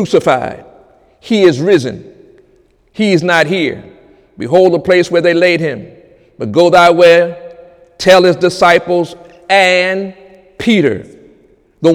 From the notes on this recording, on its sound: During Sunday morning service